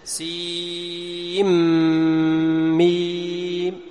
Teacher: أدغمنا النون في الميم فصارت ميم مشددة